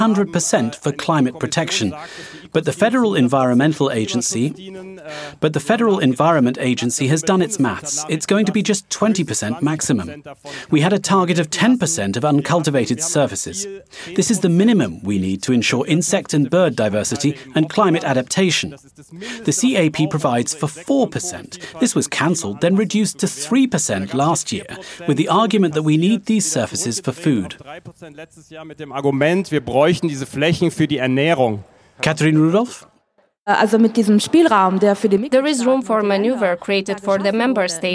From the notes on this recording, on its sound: snapshots from our Facebook Live broadcast that we made from the event